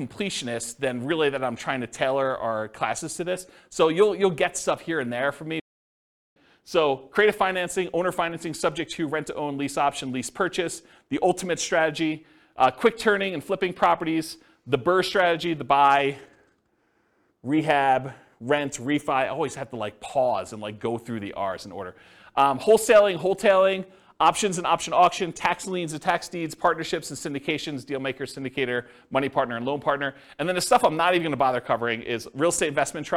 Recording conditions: live audience